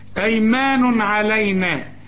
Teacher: أيمان تنوين وبعد عين، العين من حروف الإظهار ما تغنش